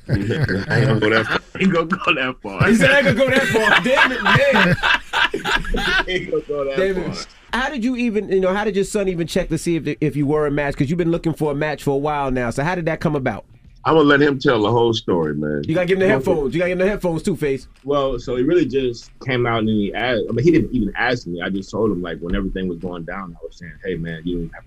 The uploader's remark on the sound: We opened up the phone lines to see what our listeners thought.